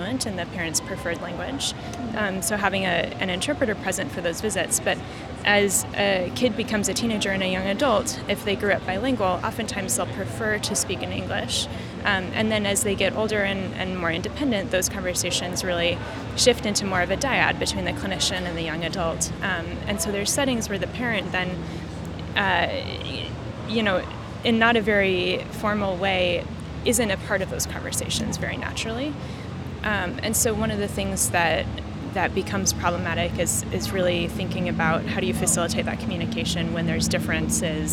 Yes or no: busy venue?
yes